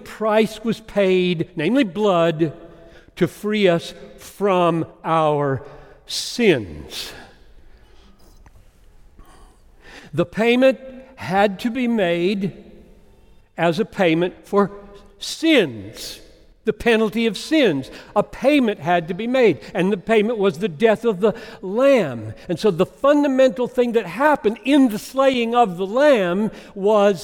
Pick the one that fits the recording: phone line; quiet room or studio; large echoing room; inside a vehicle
large echoing room